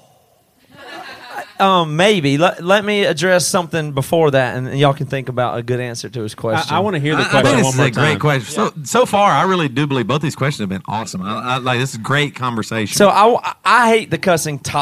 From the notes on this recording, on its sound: We're LIVE in a woodshed in Orlando, FL.